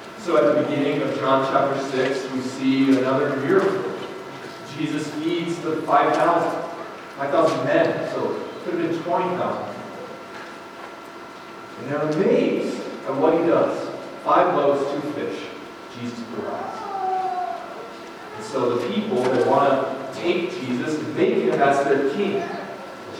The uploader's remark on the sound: Fort Collins, CO. Note: sound quality is not good due to technical difficulties.